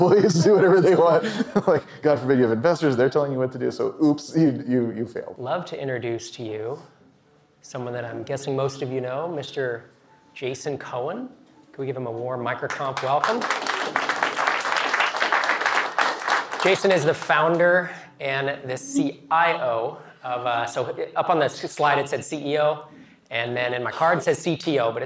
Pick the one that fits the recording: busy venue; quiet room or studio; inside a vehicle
busy venue